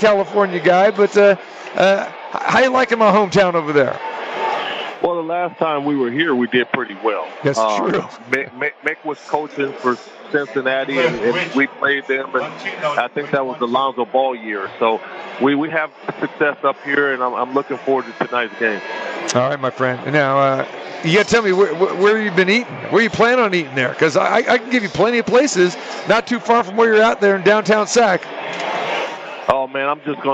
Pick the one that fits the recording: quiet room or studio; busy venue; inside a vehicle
busy venue